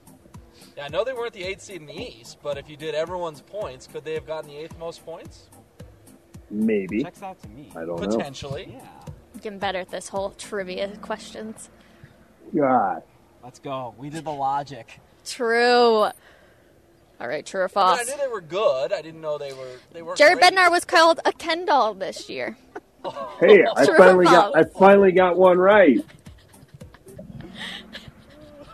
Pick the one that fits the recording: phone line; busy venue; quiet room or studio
busy venue